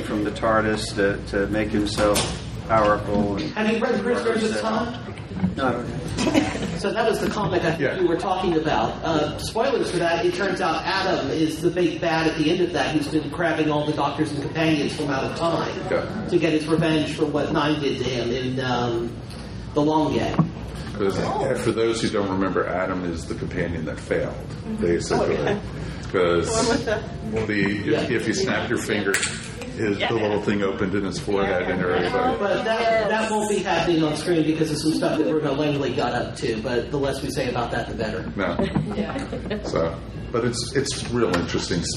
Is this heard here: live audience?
yes